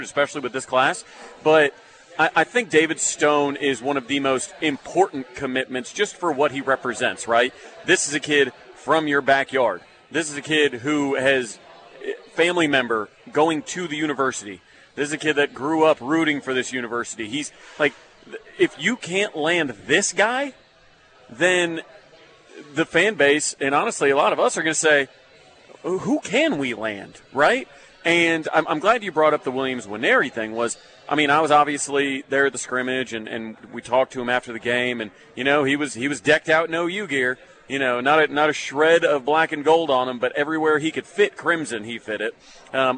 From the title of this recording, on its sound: LIVE FROM BWW IN EDMOND FOR GRIDIRON GIVEAWAY